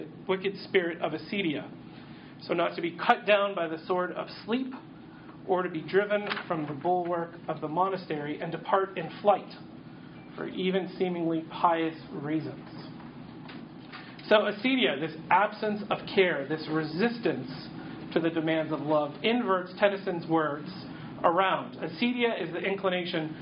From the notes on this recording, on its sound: audio from a workshop